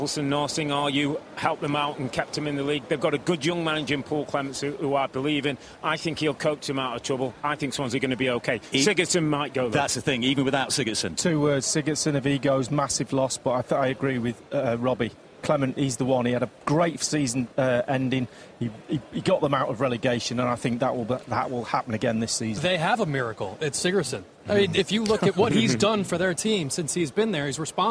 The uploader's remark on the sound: Special Edition Season Preview From The Emirates. Live on location from the home of Arsenal - the Emirates Stadium.